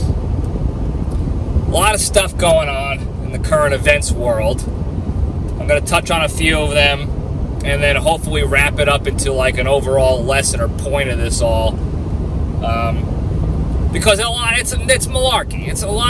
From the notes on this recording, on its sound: I'm back on the road and answering fan questions! I'm driving back down to the LPDS ranch in Texas, so I decided to take more questions from the fans and make the drive a little less boring.